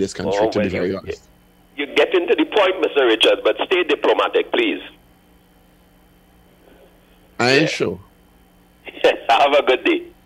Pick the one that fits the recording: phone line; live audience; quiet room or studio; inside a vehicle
phone line